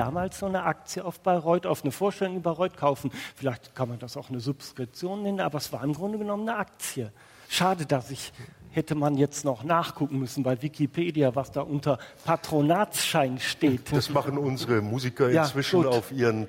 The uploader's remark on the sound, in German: Live aus dem Schloss Gottesaue der Hochschule für Musik Karlsruhe. Live aus dem Schloss Gottesaue in Karlsruhe. Livemusik mit iPod, Sony PSP und Nintendo DS.